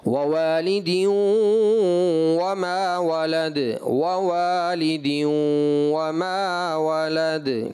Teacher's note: حرف واو کی ادا میں دونوں ہونٹوں کا گول ہونا